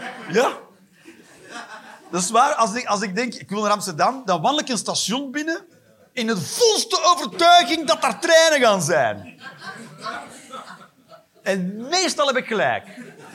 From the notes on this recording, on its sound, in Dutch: Live 1 Oktober 2023, Toomler, Amsterdam.